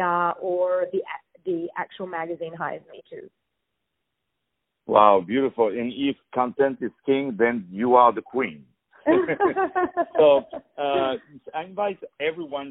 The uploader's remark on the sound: On the phone